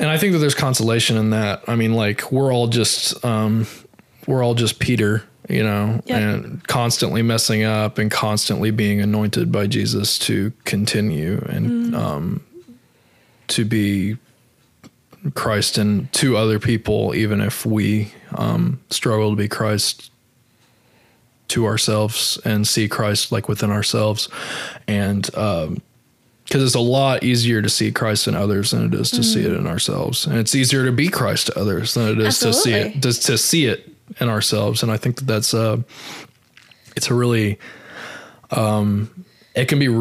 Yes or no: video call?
no